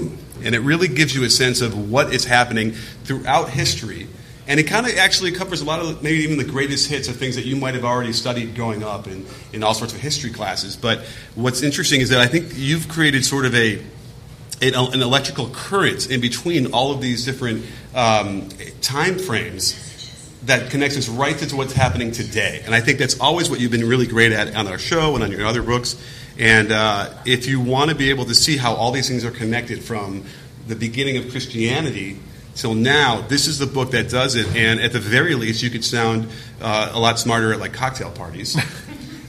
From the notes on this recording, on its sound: A Live Discussion. Appeared at a book signing at Changing Hands Book Store in Phoenix, Arizona. Answer questions from the audience.